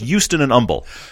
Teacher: For some reason in South Texas, H's fall away.